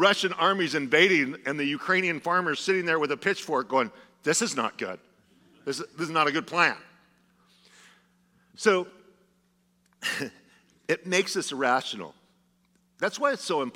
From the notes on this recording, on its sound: Was a sermon delivered as part of the Anchored Series at Godspeak Calvary Chapel in Newbury Park, California on March 5, 2023.